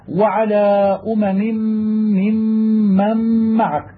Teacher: وقد تأتي الثلاث المشددات المتواليات من أربع كلمات وتشديدهن كلهن متوسط للغنة الظاهرة التي مع كل مشدد منهن، وذلك في قوله تعالى وعلى أمم ممن معك، فهذه ثلاثة أحرف مشددات متواليات تشديدهن تشديد متوسط لأن مع كل واحد غنة ظاهرة